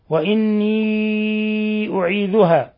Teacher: مد منفصل يمد من 4 إلى 5 حركات. وتقدم أنها لنافع تفتح ياء الإضافة وإني، وحينما تفتح ياء الإضافة لا يكون هناك مد.